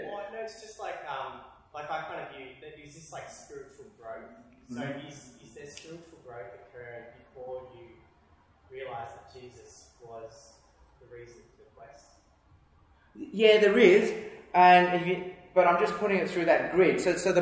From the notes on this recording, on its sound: takes questions from his audience of church planters